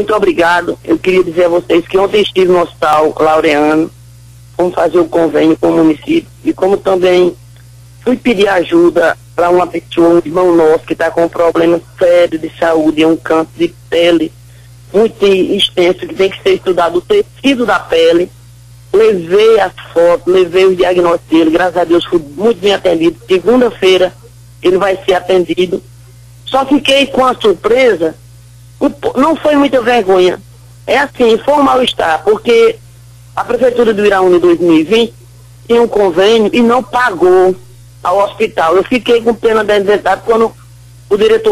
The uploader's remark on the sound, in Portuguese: Participa por telefone na Mais FM. Pela Rádio MAIS FM 100.1.